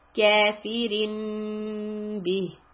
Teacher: hold the meme، the little baby meme، it's called إقلاب، two counts